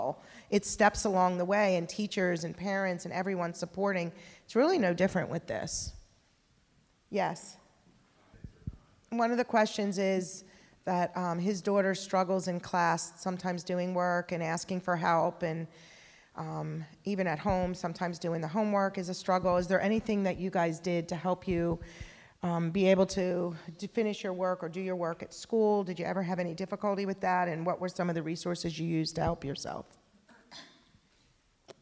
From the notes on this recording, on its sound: This bonus episode features a live Q&A panel that was recorded at a recent CommuniCamp.